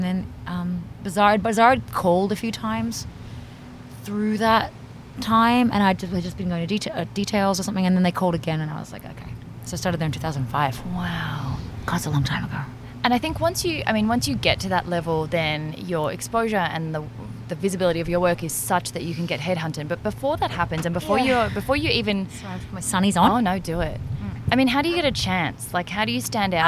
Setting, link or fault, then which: setting, outdoors